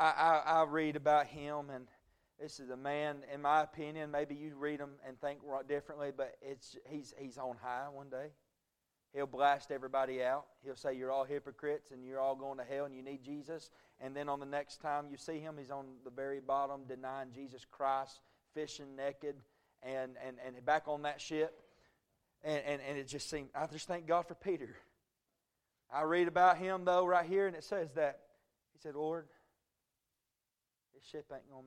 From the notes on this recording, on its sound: A message preached at Crossroads Baptist Church